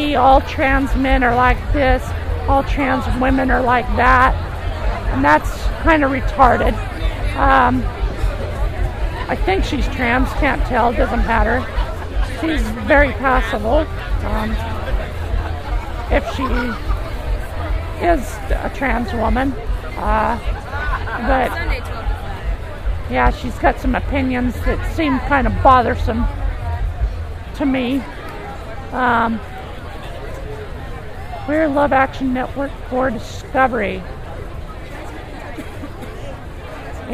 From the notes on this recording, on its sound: 2006 Portland Pride Parade -walking along the parade route as a spectator -marching with Affirmation and a TW listener. Pride Festival at Tom McCall Waterfront Park.